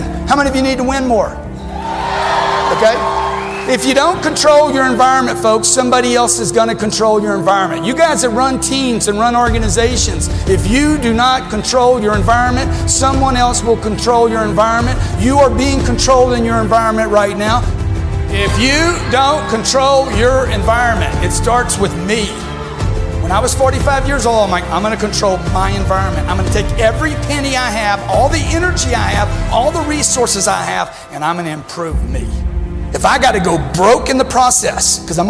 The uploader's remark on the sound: Live from Podfest